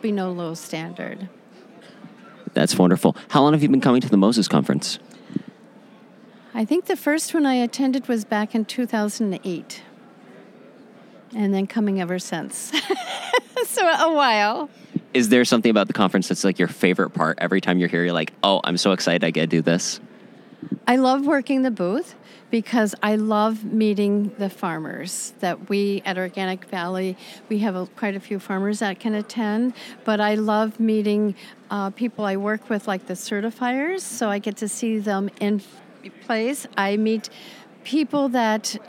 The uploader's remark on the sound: Three mini interviews taken at the 2020 MOSES Organic Farming Conference.